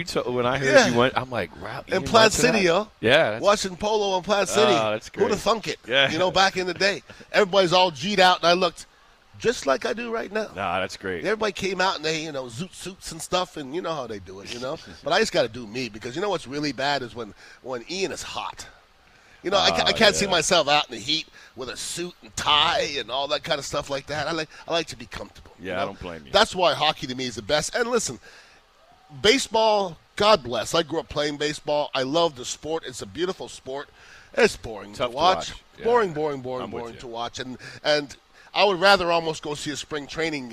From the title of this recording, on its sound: live from Oak & Stone in Sarasota